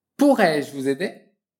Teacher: N'oublie pas la liaison entre le S de vous et le verbe aider.